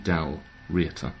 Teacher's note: you emphasise the first syllable, apparently, in Scottish. So if you have Dal and then Riata, it would be Dalriata.